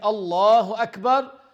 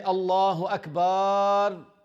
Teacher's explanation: Some people might say, elongate the letter ba. · Shown in: second take